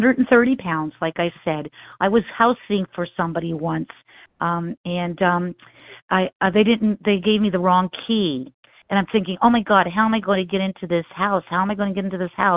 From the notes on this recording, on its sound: 100 Pounders Phone Meeting